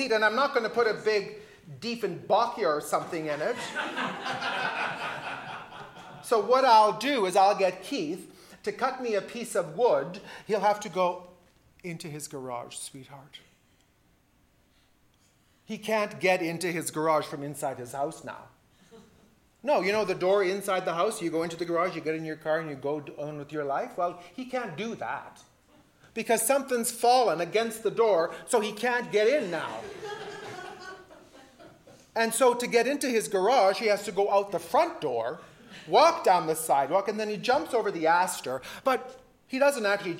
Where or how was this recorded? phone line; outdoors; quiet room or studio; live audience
live audience